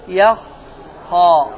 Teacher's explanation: Yax, xə. Artıq belə deyəndə xə incə olur. Amma əsil hərif nədir? Xə qalındır.